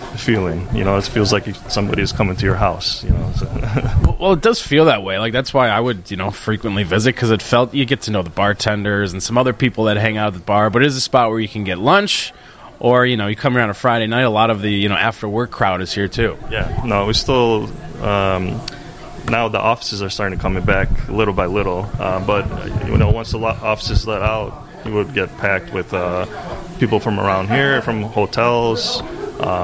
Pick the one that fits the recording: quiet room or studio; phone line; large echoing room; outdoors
outdoors